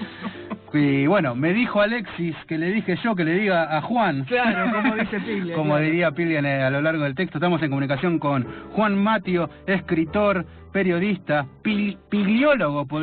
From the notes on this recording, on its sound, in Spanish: Hablamos por teléfono